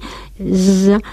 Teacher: la S sonora, más sibilante